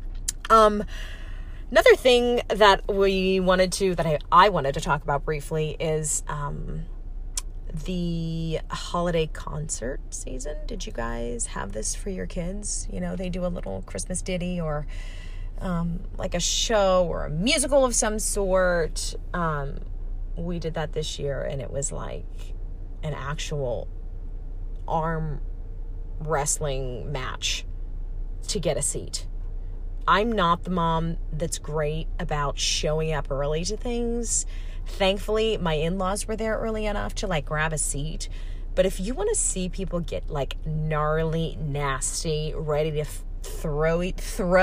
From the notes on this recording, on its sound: I'm on a solo journey comin' at you LIVE from my van, like the true professional I am.